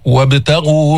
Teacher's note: أيضا القلقلة في الباء الساكنة